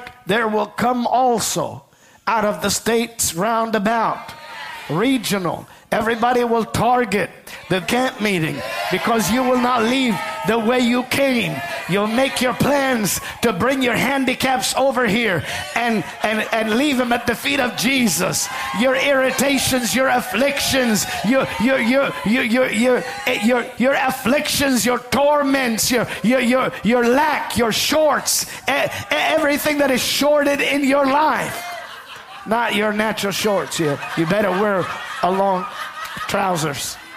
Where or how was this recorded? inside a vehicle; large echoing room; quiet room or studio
large echoing room